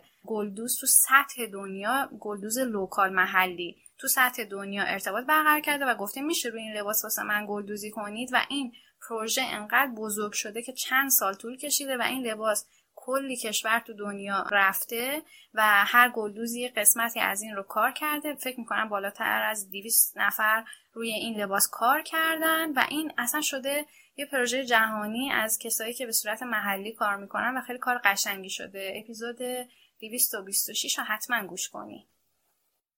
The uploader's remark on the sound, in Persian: اگر کیفیت کار با بقیه اپیزودها فرق داره به دلیل نحوه متفاوت ضبطه